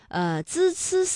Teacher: 这舌尖是平伸的，是抵住上齿背或者是下齿背，控制舌尖不要抬起 · Term: 平舌音